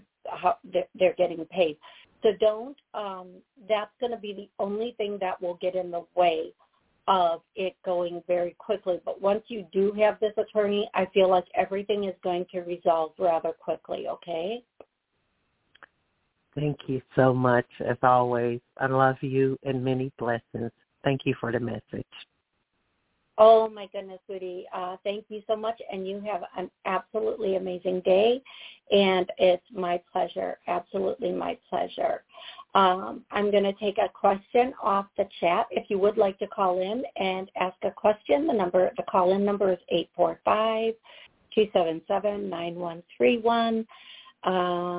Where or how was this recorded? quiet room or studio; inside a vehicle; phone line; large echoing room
phone line